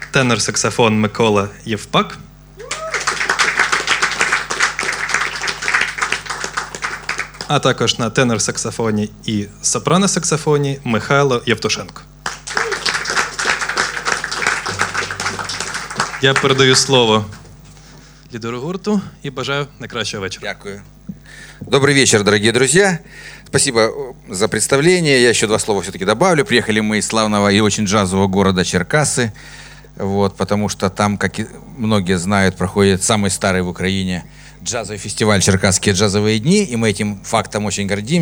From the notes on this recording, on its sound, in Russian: на сцене 32JazzClub